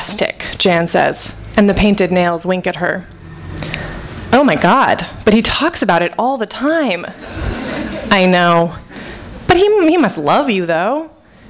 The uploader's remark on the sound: THIS EVENT WAS RECORDED LIVE AT SKYLIGHT BOOKS.